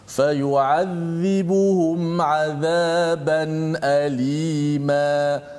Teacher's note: semua huruf tersebut tu semua tu huruf istifal. Tidak ada huruf yang tebal kat situ.